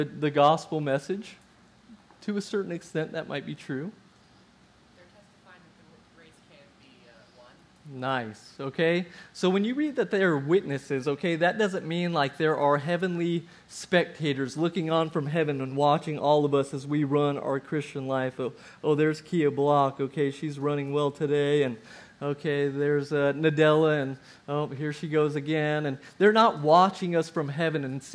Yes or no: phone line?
no